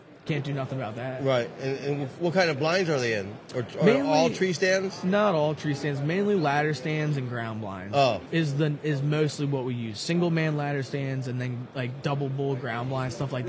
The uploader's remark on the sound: At the Great American Outdoor Show.